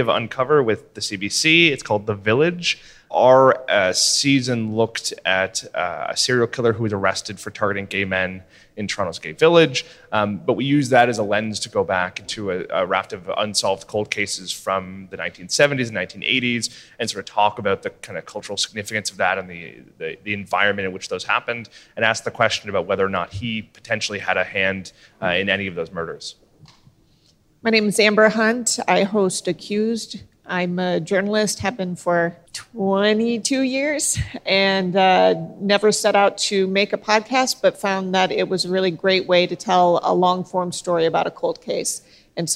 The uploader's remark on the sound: This bonus episode was recorded in front of a live audience at Podcast Movement.